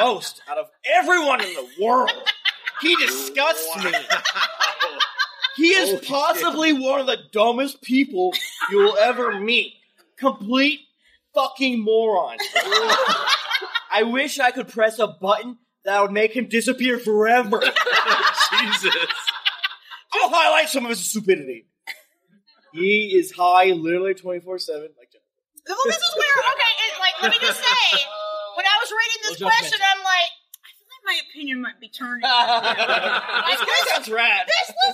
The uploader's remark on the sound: This week we are bringing you the live show from Geeklycon 2023. Sorry for the audio quality.